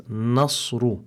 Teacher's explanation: make sure that the noon is muraqqaqa, so that you pronounce it as nasru. And then the sod, the Sheikh explained that it's min huruf al-istala, and also it's min huruf al-hams, because it's one of the letters within the grouped letters, fahathahu shakhsun sakat.